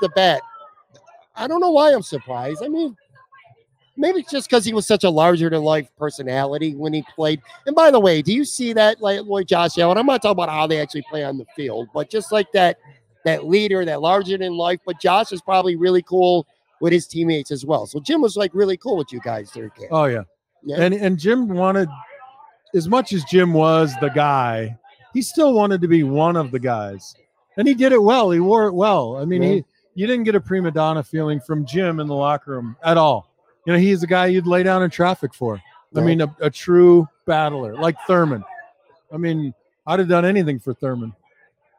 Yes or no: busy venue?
yes